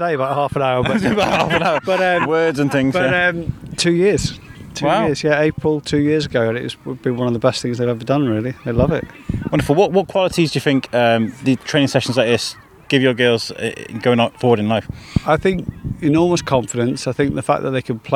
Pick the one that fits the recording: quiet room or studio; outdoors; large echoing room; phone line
outdoors